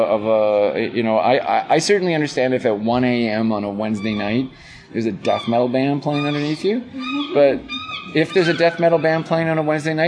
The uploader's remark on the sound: We we talking outside near a coffee shop, so you're going to hear some of the sounds that make Uptown Saint John what it is (seagulls and coffee drinkers).